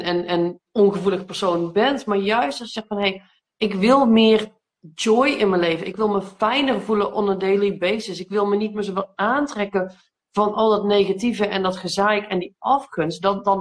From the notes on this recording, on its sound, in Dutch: die gemaakt is van een live gesprek op Instagram